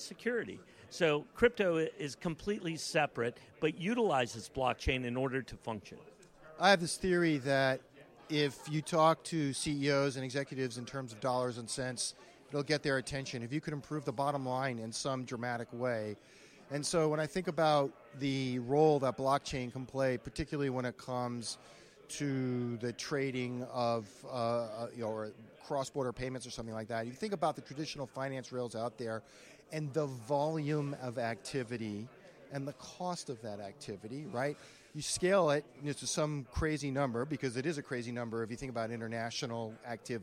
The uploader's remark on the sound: video podcast interview recorded during the Institutional Digital Assets Forum event in Boston on December 4th, 2023